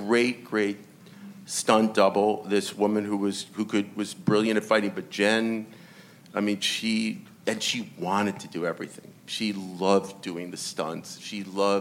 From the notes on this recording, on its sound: Recorded at ATX Television Festival